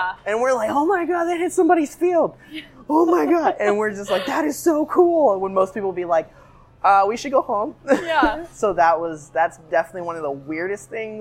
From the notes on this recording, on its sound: Don't mind the coffee shop noises. This conversation happened to have some coffee grinding and doors squeaks as sound effects to add to the experience!